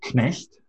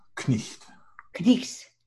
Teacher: German keeps the K sounding before the N.